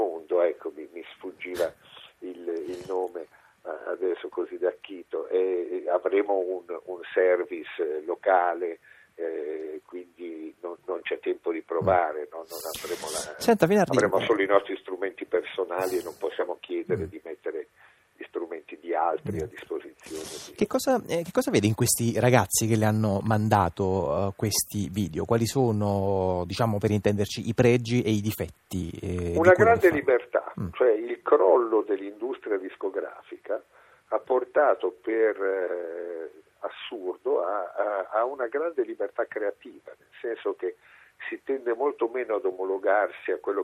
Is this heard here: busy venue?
no